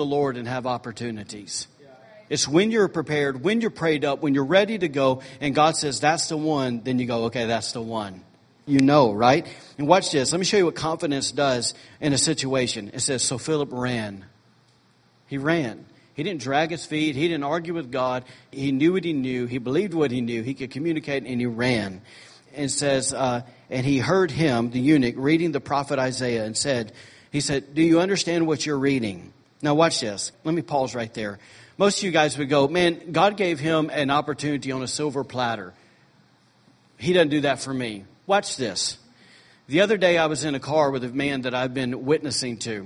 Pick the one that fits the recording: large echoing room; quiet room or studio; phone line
large echoing room